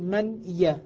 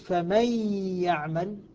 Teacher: فإذا أدغمت النون في الياء قلت فمن يعمل، نطقت بالحرفين حرفا واحدا فأصبحت هنا ارتفاعة واحدة بدل ارتفاعتين · Shown in: second take · Term: الإدغام